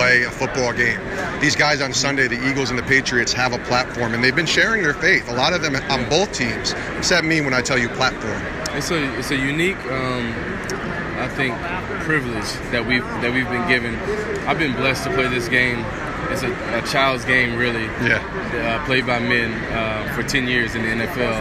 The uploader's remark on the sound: live from Super Bowl LII in Minneapolis